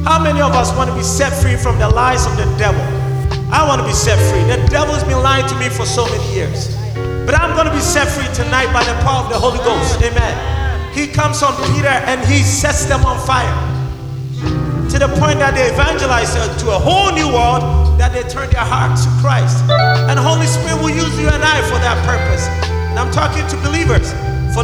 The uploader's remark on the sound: the live recording coverage of our Live 4 Christ Annual Event 2k15